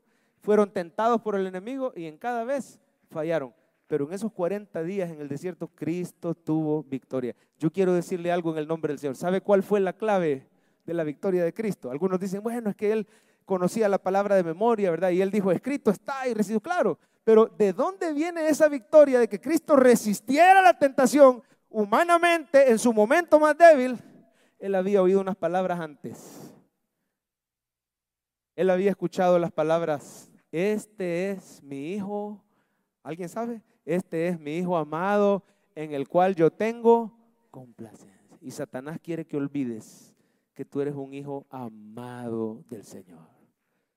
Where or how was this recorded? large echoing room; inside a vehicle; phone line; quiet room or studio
large echoing room